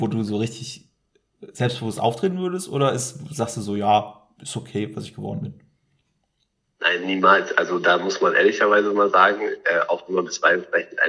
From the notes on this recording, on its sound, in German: Und warum ist unsere Tonqualität so beschissen?